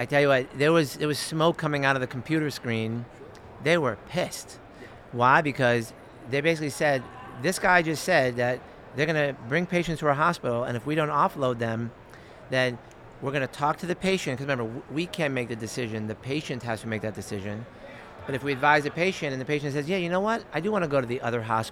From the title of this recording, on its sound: Live From Expo 2023